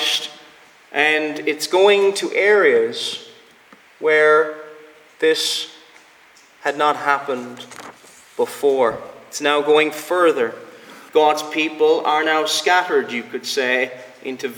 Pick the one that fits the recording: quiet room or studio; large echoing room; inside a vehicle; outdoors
large echoing room